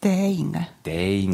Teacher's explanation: ein sanftes T, eher ein D